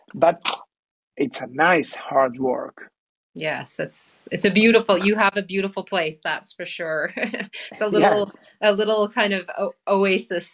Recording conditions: video call